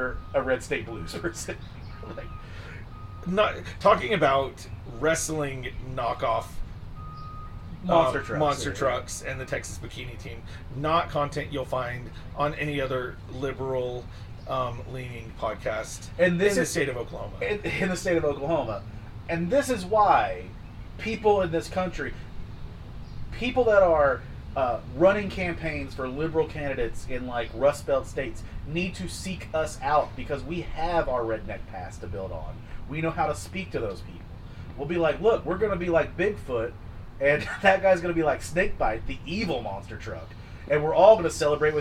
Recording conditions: outdoors